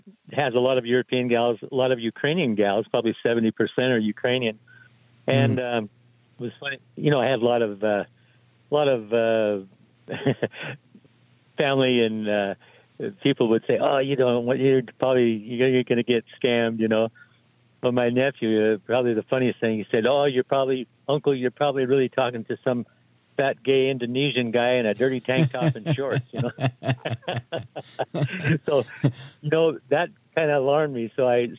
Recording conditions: phone line